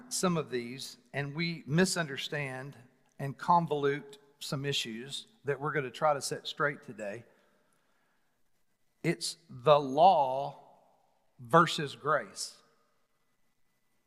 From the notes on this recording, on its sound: Recorded live on January 31, 2021 at The Fellowship at Mt Juliet.